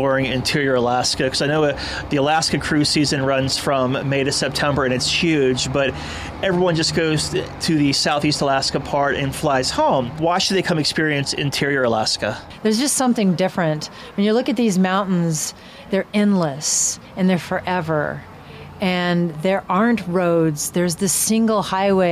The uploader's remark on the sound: We are broadcasting from Alaska where Holland America Line is opening up a new part of their Mount McKinley Chalet called Denali Square. We're live at the event.